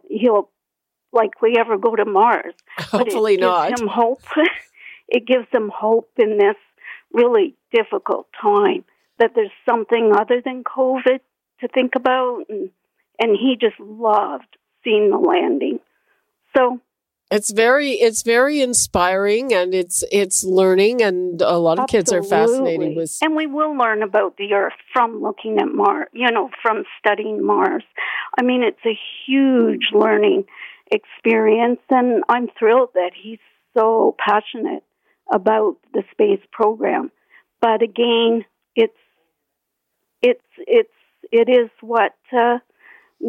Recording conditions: phone line